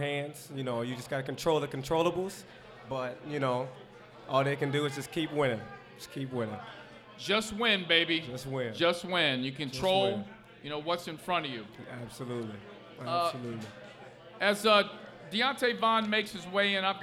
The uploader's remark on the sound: LIVE at Mio's in Clifton!